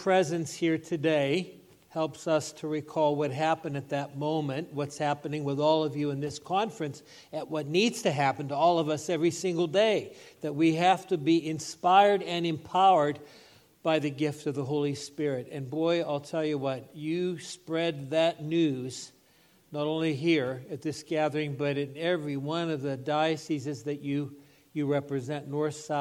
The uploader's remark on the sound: This Homily was given at the 17th Magnificat International Leaders Conference in Pittsburgh, PA in October 2023.